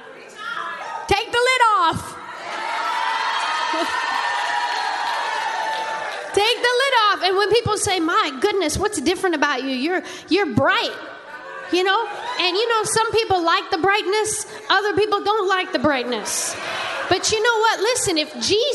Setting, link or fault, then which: setting, large echoing room